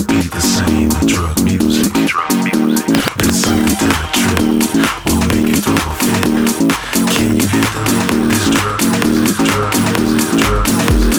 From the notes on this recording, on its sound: LIVE FROM CORONA CALIFORNIA inside ROCKEFELLAS BAR